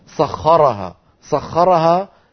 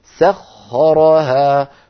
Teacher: رقق السين ثم الخاء مفخمة وبعدها الراء مفخمة · Shown in: second take